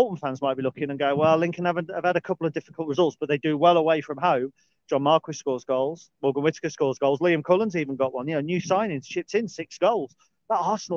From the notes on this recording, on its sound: A brief dog walk chat